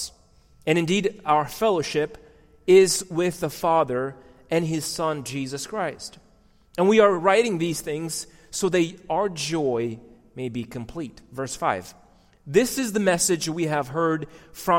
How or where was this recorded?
large echoing room